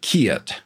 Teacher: instead of kit, you'll often hear kiet, which is like kiet, two vowels e and i going together · Term: Southern drawl